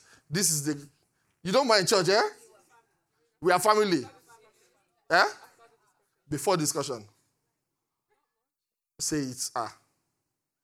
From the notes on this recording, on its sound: Recorded live at Great Light Connections, Canary Wharf Campus.